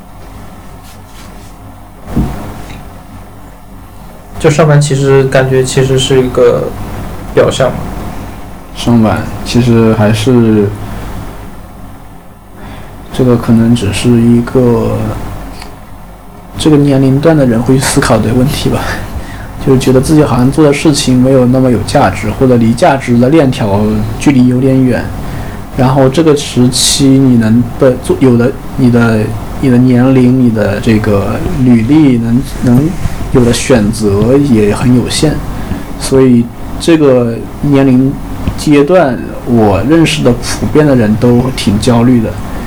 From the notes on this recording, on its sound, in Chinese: 友情提示：本期背景噪音比较大，请大家酌情收听